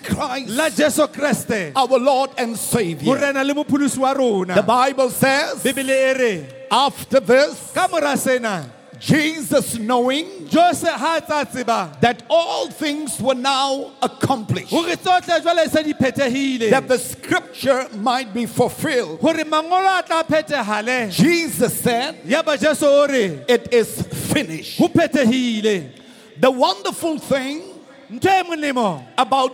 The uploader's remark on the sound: preached at the Good Friday Celebration 2018 hosted at the Orlando Stadium